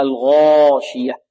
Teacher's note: والألف هذه بارك الله فيكم مفخمة لأنها تتبع ما قبلها